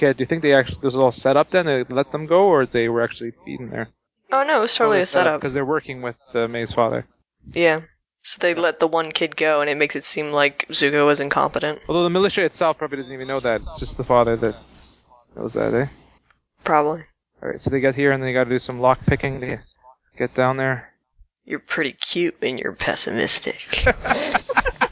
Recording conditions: poor sound quality